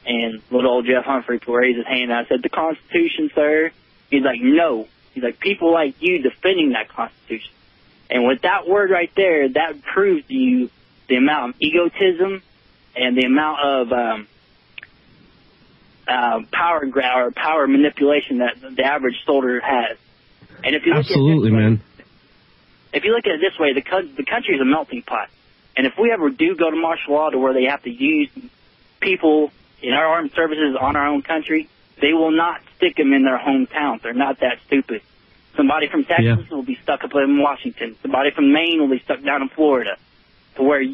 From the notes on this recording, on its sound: take your phone calls in this episode